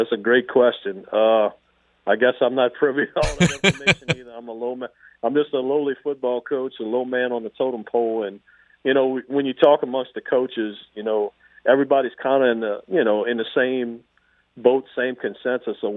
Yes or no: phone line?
yes